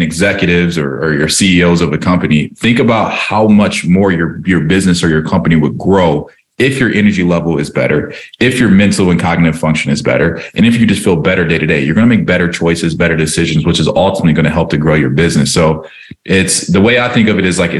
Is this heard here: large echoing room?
no